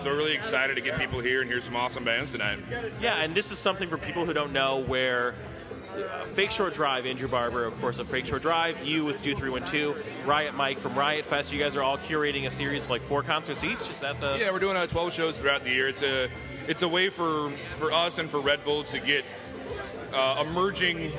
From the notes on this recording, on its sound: The Red Bull Sound Select broadcast with Do312! Broadcasts live from the Do312-curated Red Bull Sound Select event at the Elbo Room.